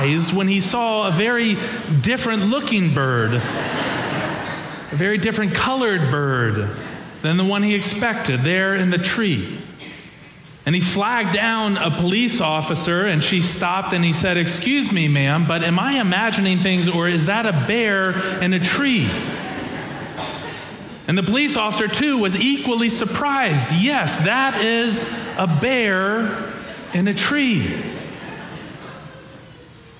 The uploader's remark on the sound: Preached on Easter Sunday (April 9, 2023), for our Sanctuary and MorningSong Worship Services.